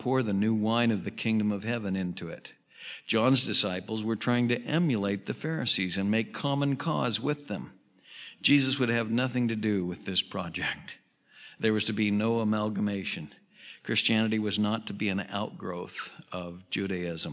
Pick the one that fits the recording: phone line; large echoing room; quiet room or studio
large echoing room